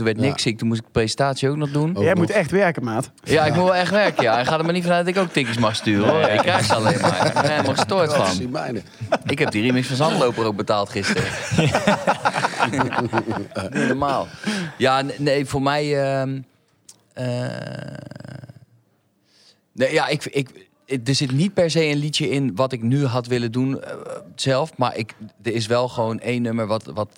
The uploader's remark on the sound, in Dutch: De Vrienden van Amstel LIVE